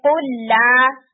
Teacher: اسی طرح سے اگر قل لا کا ورڈ آ رہا ہے تو بھی آپ ادغام کرتے ہیں، یعنی قل لا. تو قل فرسٹ لام نہیں پڑھا جاتا، سیکنڈ لام کے اوپر تجدید نظر آتی ہے آپ کو اور آپ اسی لام کو دو دفعہ پڑھ رہے ہوتے ہیں.